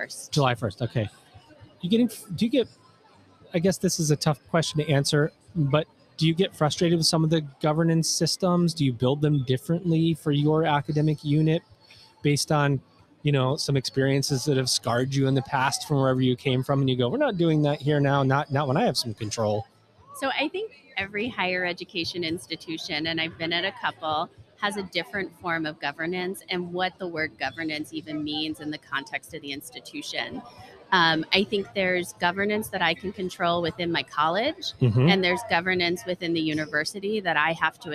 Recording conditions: live audience